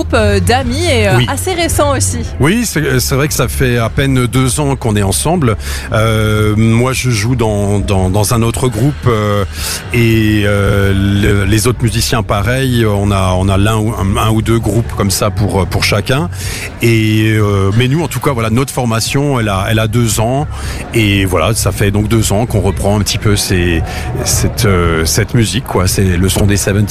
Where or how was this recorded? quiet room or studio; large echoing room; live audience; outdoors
outdoors